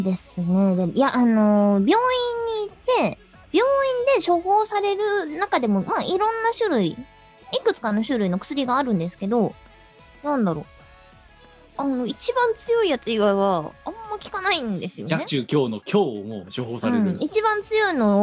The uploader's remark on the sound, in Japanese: 本番組はリモート収録です。収録時環境の影響により、聴き取り辛い部分があります。